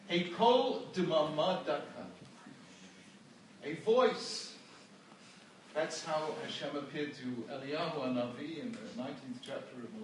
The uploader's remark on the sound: This shiur was recorded at the Bnei Akiva School in Toronto on 16th March 2016.